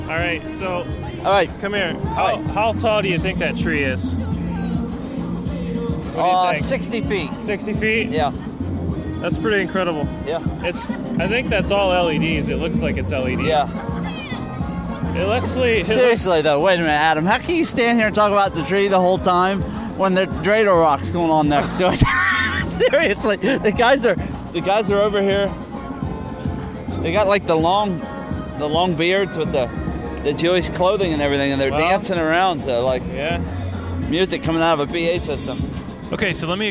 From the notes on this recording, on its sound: This week we spent some time recording live audio at Easton Town Center on the east side of Columbus, Ohio. Listen to many live segments as we discuss movies at the AMC, Christmas atmosphere, food, and fun.